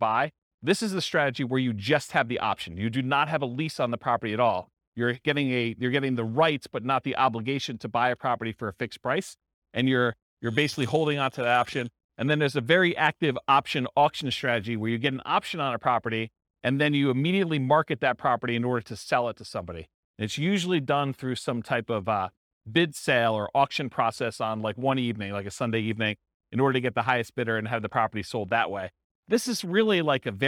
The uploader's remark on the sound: This was a live class recorded